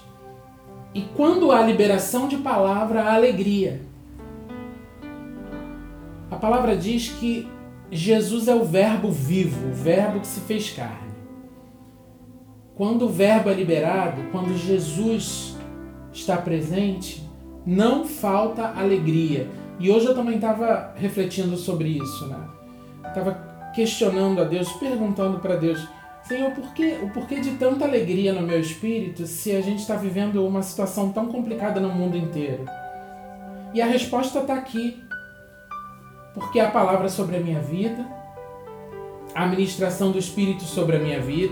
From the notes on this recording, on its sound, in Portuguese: feita em Live do Instagram da Missão Apostólica Internacional Kairós